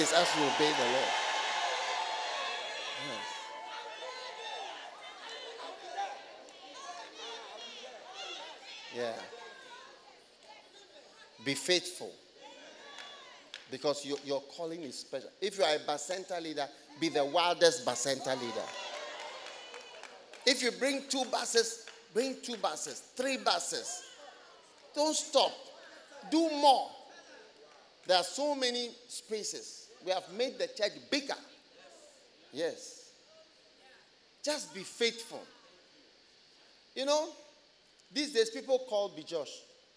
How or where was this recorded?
large echoing room